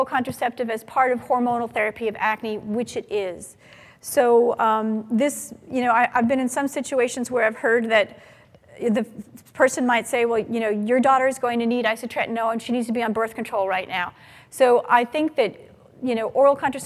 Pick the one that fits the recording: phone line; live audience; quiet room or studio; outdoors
live audience